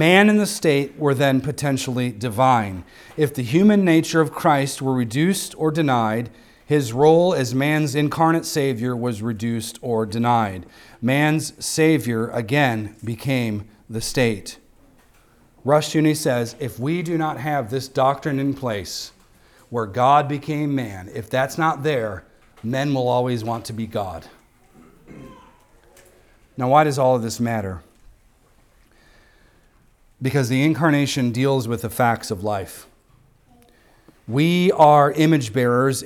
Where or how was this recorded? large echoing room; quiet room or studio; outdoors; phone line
large echoing room